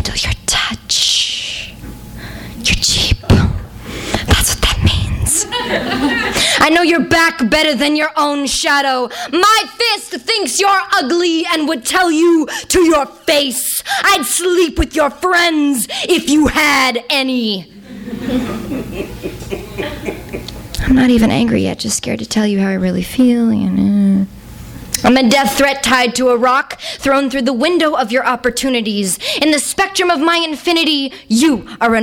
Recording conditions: live audience